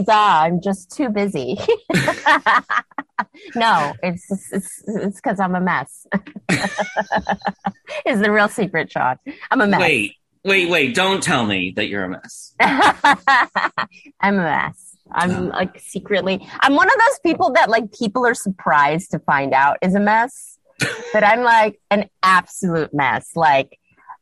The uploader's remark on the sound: sat down with me over Zoom